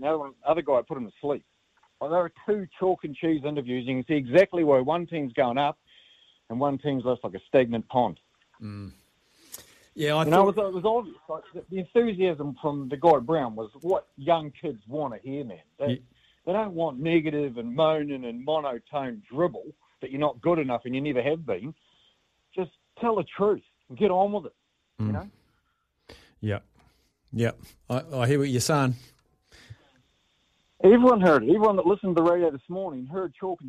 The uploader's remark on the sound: opens the phone lines